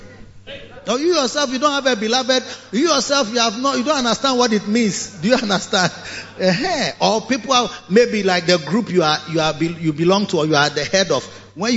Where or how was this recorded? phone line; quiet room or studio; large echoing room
large echoing room